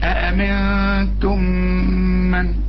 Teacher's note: ميم وبعدها ميم إدغام، اوعى تنسى الغنة